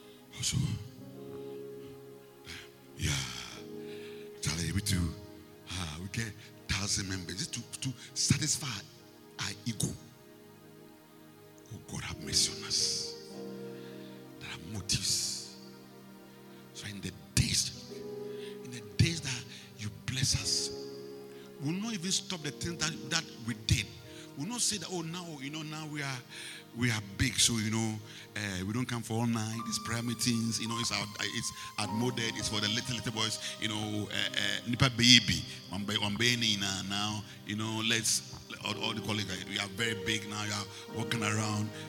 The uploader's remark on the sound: Preached at the Rose of Sharon Cathedral, Catch the Anointing Centre Denomination, LA - Accra